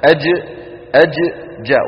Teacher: عيبها أن صاحبها استعمل طرف لسانه بالإضافة إلى وسط لسانه، انتبهنا. فعلينا أن نخرج الجيم حصرا من فين؟ من وسط اللسان. أج أج جاء، وأن يكون صوتها محبوسا.